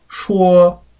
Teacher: So the first tone is high and flat. You start high and flat and you keep it there. For example, the tone for the first syllable of the word to speak or to say is shuo.